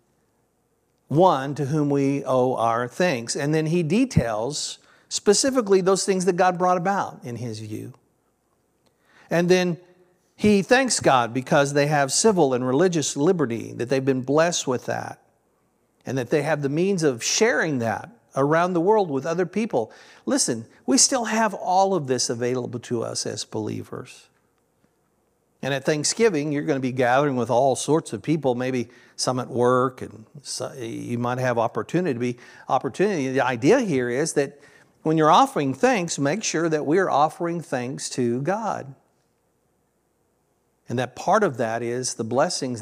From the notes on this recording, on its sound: This sermon was originally recorded at Palestine Church of Christ on Nov 19th, 2023.